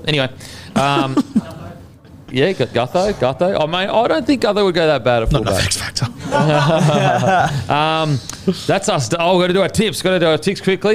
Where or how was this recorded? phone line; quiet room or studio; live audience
live audience